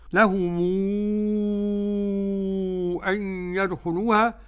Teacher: لهم أن يدخلوها لورش، مد منفصل بمقدار ست حركات. إذن فقالون له الإسكان والصلة، والصلة عند قالون تكون المد فيها بمقدار حركتين أو أربع حركات.